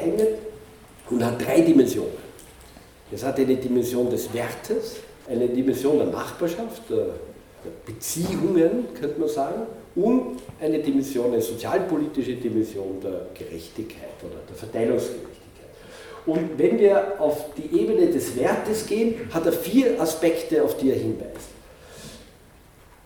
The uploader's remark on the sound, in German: Ausschnitte aus seinem Vortrag, welcher den Beginn des Symposiums stellte.